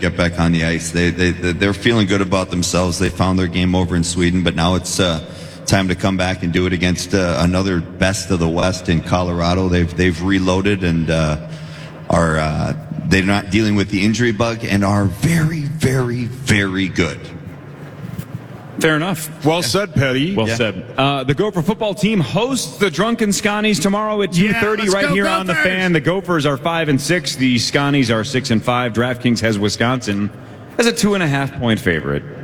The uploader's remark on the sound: Initials Game 491 goes down LIVE at Mall of America.